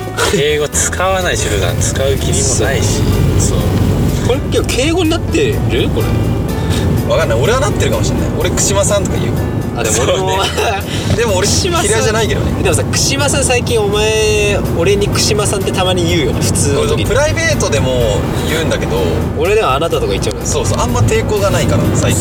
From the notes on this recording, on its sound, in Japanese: 車内のため少し音声が悪くなっております。